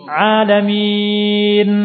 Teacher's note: Nunnya ada gunnah sama ada suara mengalir sedikit.